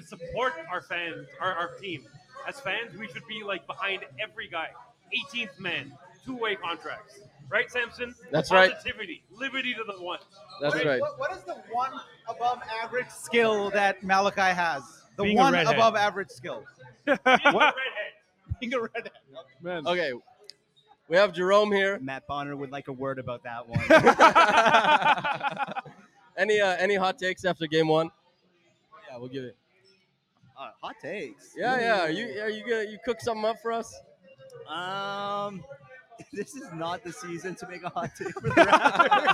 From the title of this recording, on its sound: LIVE PARTY Reaction Podcast